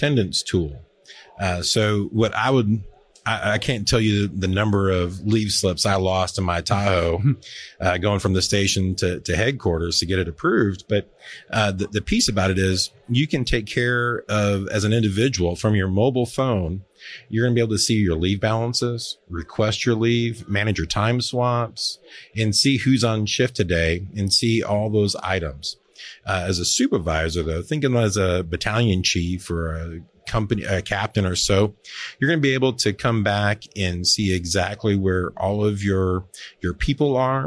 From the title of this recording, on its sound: Live at FDIC